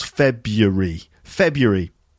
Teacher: most people, certainly in Britain, when they say that word quickly, they actually make it three syllables.